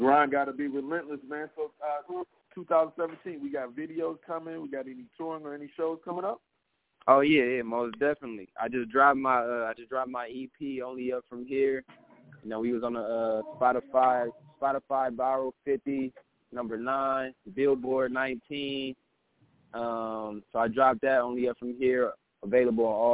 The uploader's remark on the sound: The Nerve DJs Bi-Weekly Conference Call.